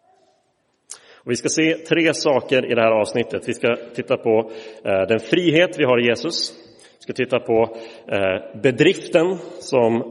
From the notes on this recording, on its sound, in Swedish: Inspelad i Roseniuskyrkan